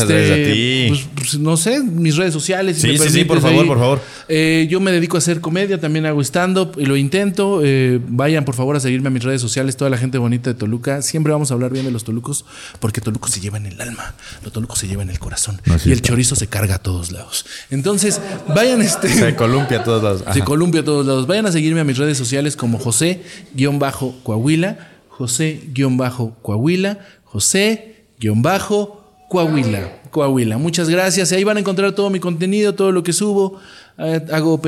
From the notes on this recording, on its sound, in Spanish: Desde Café Cuatro Cuartos en Toluca. Grabado en vivo desde el misterioso Café Cuatro Cuartos en Toluca.